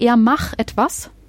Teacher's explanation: dass dieses T am Ende von macht kaum ausgesprochen wird · Term: Verschleifungen